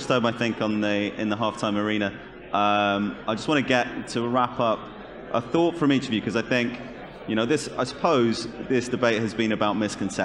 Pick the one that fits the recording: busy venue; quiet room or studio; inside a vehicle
busy venue